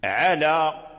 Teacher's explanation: فهي مفتوحة اللام والألف، والألف بعد اللام المفتوحة، ولا إمالة فيها لأحد